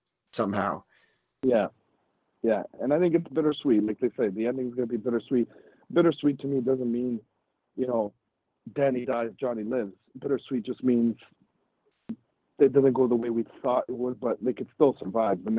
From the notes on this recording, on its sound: FAN CALL-IN SHOW